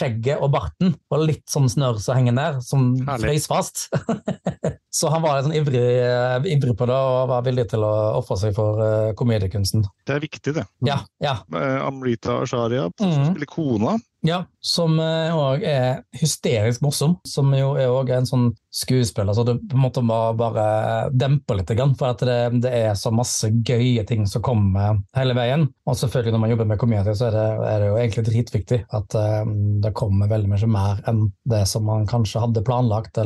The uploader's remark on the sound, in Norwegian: Episoden er tatt opp over Zoom, og selv om lyden er deretter nekter vi å sitte igjen med nisseskjegget i postkassa for det.